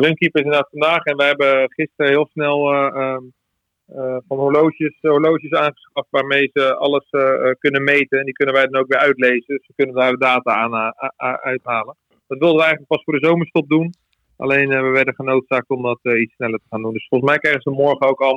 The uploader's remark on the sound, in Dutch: Gaat telefonisch in gesprek. Het stadion is leeg.